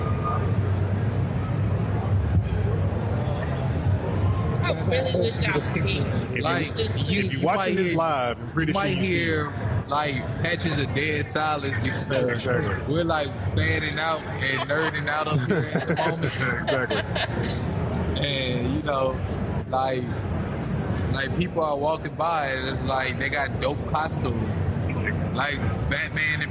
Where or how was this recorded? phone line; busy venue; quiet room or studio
busy venue